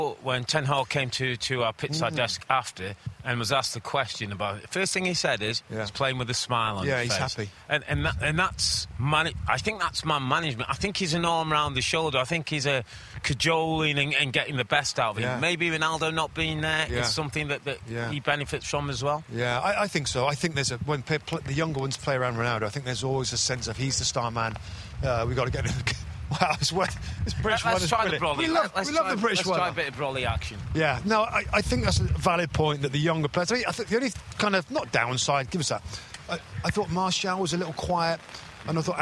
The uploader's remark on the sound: Special U.K. Trip Edition: Live From Elland Road.